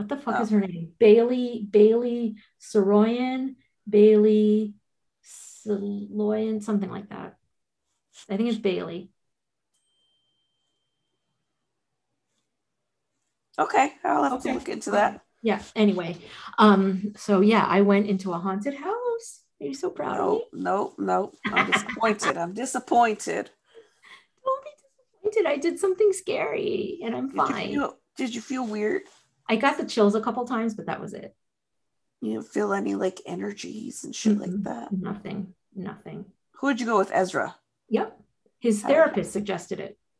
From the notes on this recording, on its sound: This episode is unedited and recorded from Zoom.